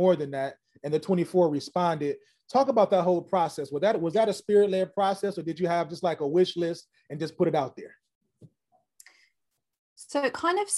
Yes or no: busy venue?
no